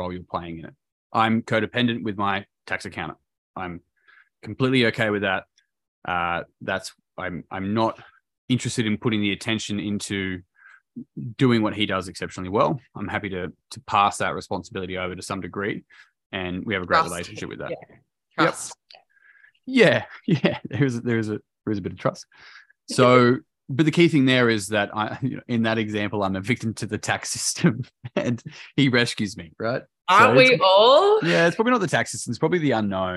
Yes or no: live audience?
no